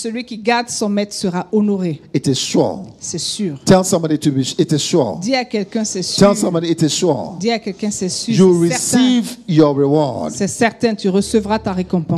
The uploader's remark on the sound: Preached during Joyful Hour Sunday Service